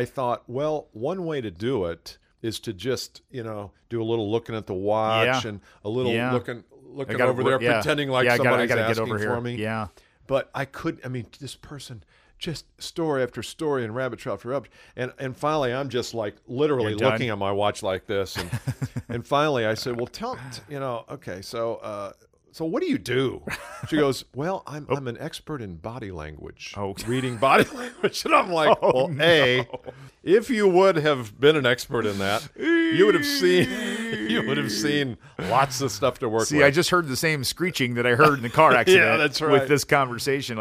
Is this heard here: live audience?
no